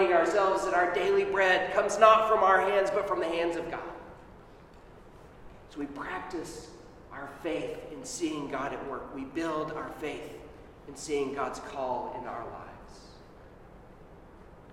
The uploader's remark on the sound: Sermon at Holy Trinity Anglican Church on 1 AUG 2021